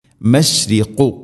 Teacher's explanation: مشرق അതോടൊപ്പം قاف قافിന്റെ മഖ്റജ് തൊണ്ടയുടെ മുകൾ ഭാഗവും കഴിഞ്ഞ് ചെറുനാക്കിന്റെ ആ ഒരു ഭാഗം